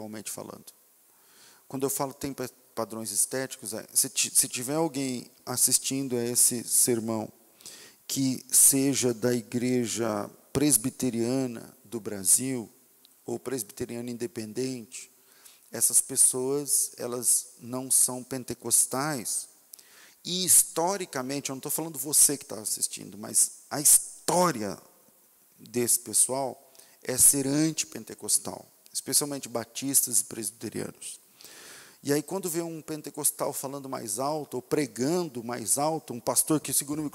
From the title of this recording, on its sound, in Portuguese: Culto ao vivo